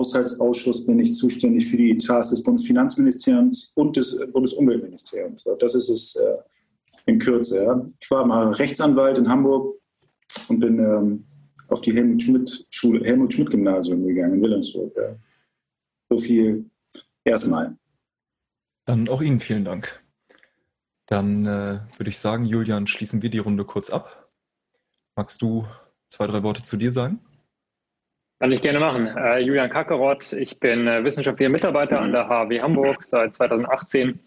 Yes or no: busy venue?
no